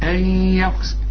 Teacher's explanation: النون اللي بعدها الياء، الياء من حروف الإدغام، النون بتخش في الياء. أن، شوف، أن يخسف، بس ما تقولش أن يا، أن يخسف، الياء رققها.